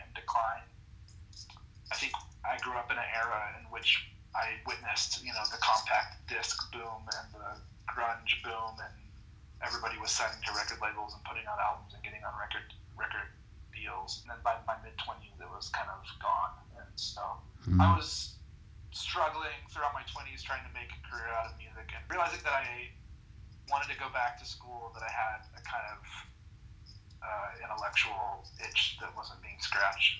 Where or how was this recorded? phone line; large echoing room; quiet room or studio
phone line